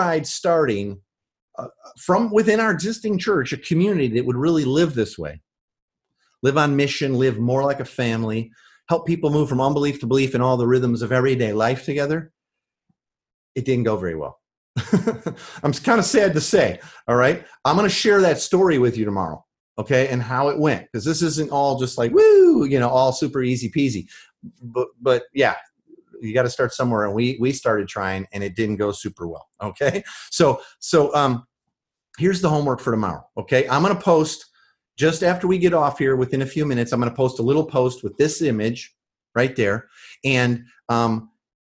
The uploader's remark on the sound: This is the audio from the Live training we did online.